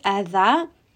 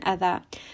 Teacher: So you're not hearing any z sound, adha. You are going to have your tongue come between your teeth.